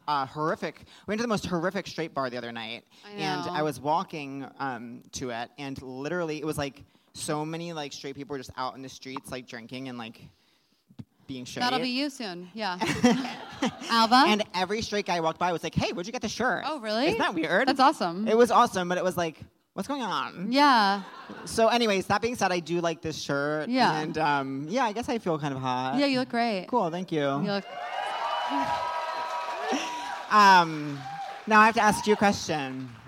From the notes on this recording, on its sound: Seek Treatment Live: Dublin. Live in Dublin.